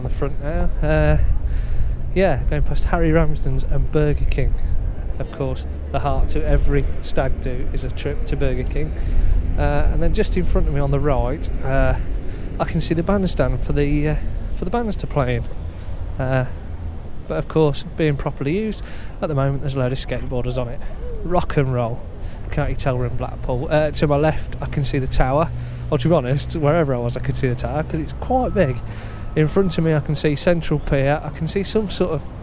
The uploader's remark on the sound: Live from Blackpool